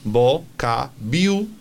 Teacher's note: nos llevamos la entonación al principio · En vocabulario, esa U de vocabulario no se dice u, es iu, con lo cual hay que decir vocabulary.